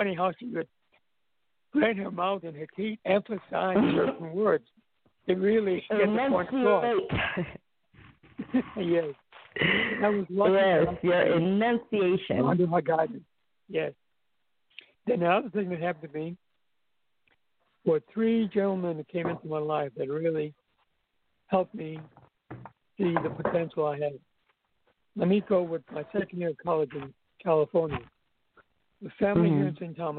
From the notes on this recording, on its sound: welcome to the debut of our call-in show.